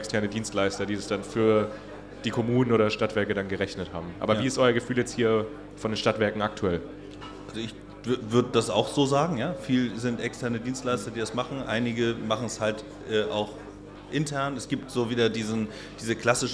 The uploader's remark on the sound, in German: Live vom Stadtwerke Impact Day